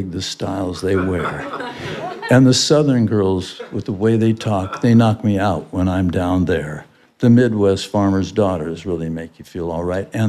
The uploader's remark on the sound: I did this interview LIVE in New York.